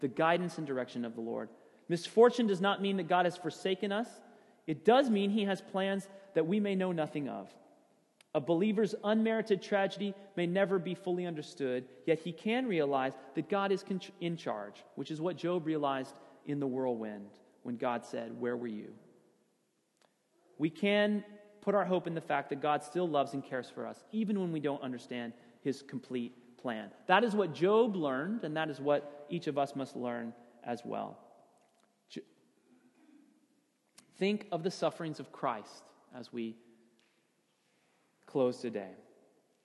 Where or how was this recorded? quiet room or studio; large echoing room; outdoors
large echoing room